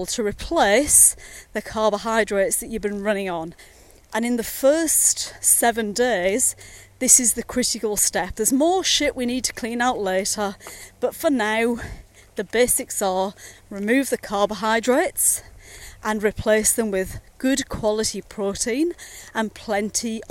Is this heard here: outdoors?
yes